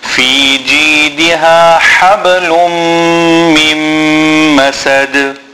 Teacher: we have a nasal sound when joining the lam to the meem, and again joining the meem to the meem. And then we have a qalqala in the end, masad.